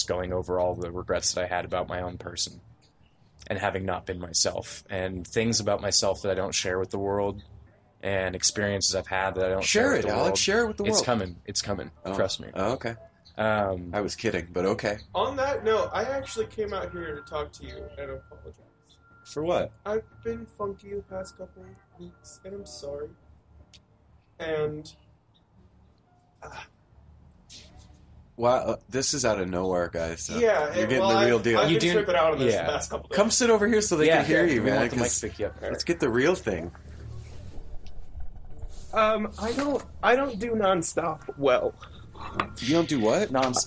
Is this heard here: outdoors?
yes